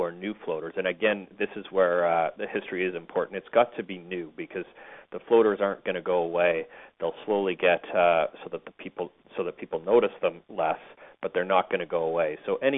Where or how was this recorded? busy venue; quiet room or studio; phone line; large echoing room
phone line